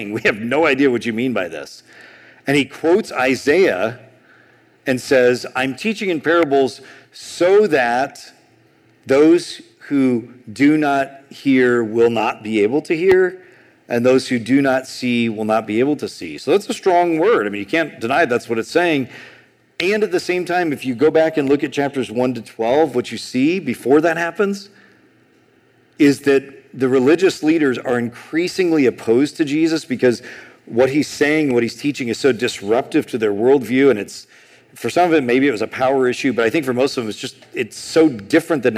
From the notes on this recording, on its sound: A sermon on Exodus 6:28-7:13 preached at Sojourn East in July 2023.